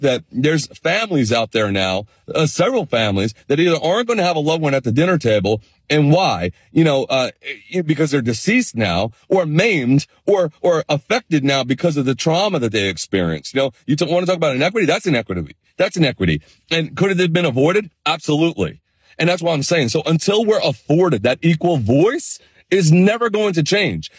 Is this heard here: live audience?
no